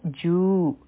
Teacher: دلته اولنې حرف دی واو، او واو باندې بما دا نو دا به مونږ وایو وو، خپلې شونډې به ګول کړو. بیا دی جو، په جیم باندې ضما ده، واو خالی دی، نو دا مدی تبعی دی، دوه حرکا به راکاږو